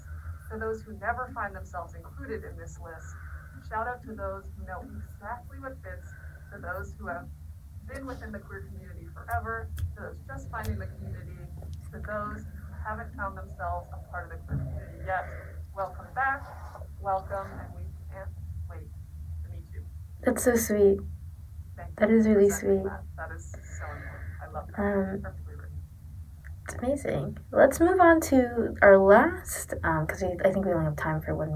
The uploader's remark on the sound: Since there are audio issues.